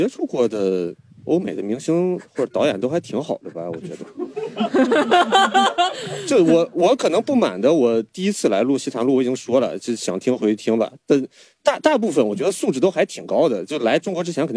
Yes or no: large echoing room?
no